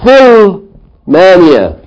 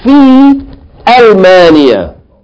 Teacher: It's Hamzatul Qat. You have to pronounce that Hamza. So you can't say fi. · Shown in: second take · You can't say Fil Mania.